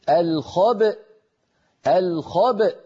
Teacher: نخرج الباء المقلقلة بالتباعد بين طرفي عضو نطق بين الشفتين يعني، ونجعل الوترين الصوتيين في الحنجرة ينضمان ويصطدما حتى تخرج الهمزة الساكنة التي هي في الوصل همزة مفتوحة الخبأ.